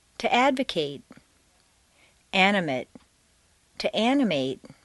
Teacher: The stress stays in the same place, but the MAT in an adjective is completely reduced to MAT, whereas in a verb, it's a full A sound, MATE.